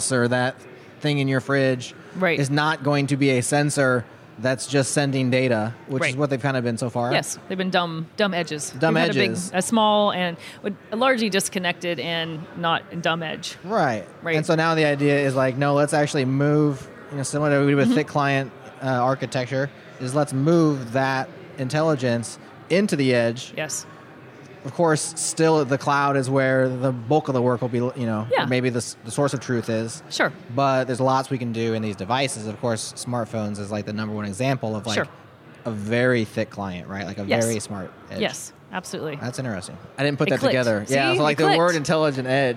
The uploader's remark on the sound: We’re on location at Microsoft Build 2018